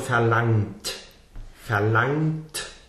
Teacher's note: So it just goes from that NG sound to a T with no G.